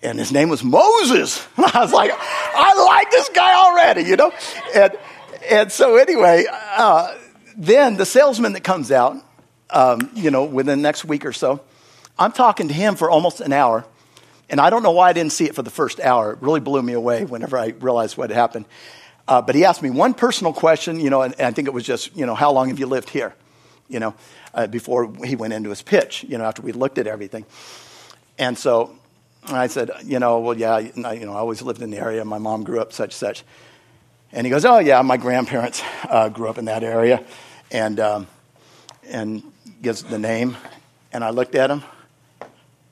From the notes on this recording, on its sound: Is from the Wednesday service on August 30, 2023 at Harvest Bible Church in Stockton, California.